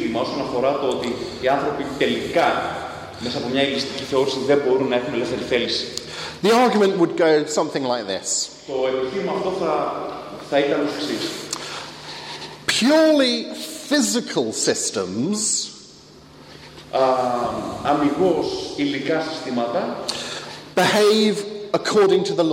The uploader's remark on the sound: Lecture with Greek translation delivered at First Evangelical Church in Athens.